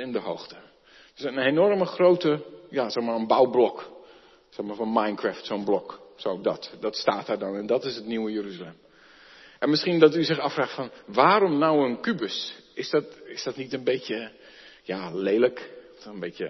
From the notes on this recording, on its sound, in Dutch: De preek is op 23 oktober 2022 opgenomen in de Maranathakerk te Groningen